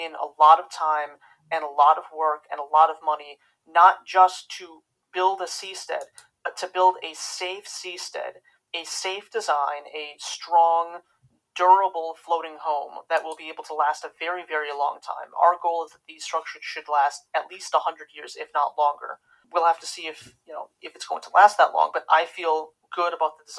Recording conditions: poor sound quality